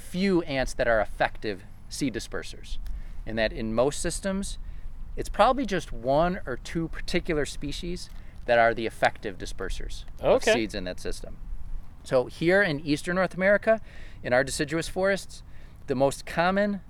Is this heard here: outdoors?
yes